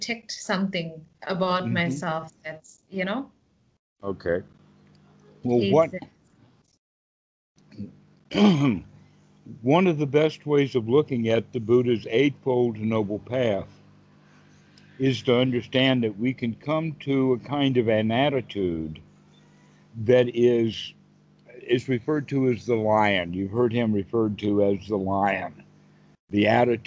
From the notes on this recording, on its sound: skype calls on this channel